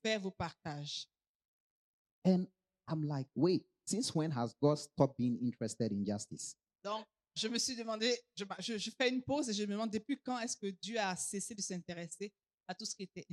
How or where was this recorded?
large echoing room